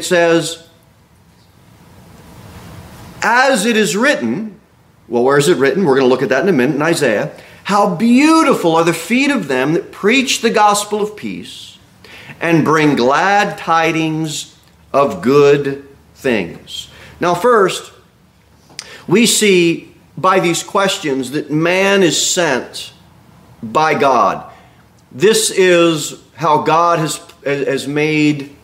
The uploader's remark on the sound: Sermon delivered at Pilgrim Baptist Church on Sunday, October 8, 2023, at 11:15 am. Jere Whitson Rd.